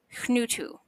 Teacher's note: This is a soft breath before a nasally consonant. The word for nut is spelled H-N-U-T-U, and you would pronounce it hnutu.